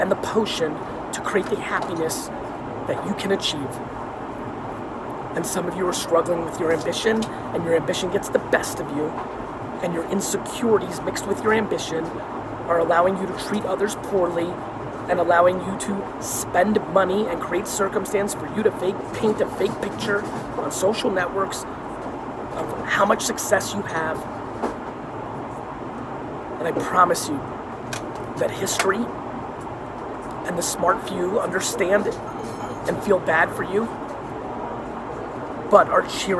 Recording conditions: phone or laptop microphone